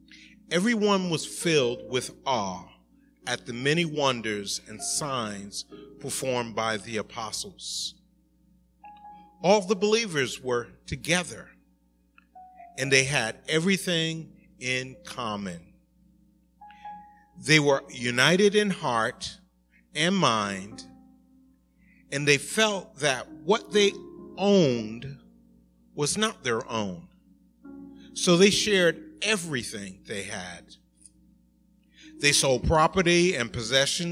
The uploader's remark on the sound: Recorded at the 11:30am Service.